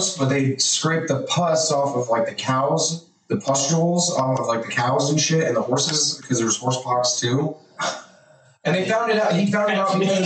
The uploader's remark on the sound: Unfortunately problems happened with the audio but was edited enough to post.